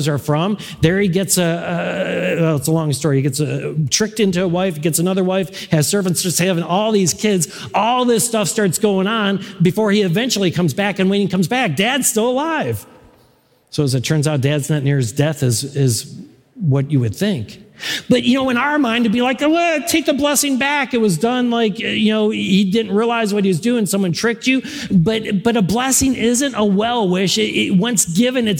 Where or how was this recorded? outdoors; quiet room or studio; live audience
live audience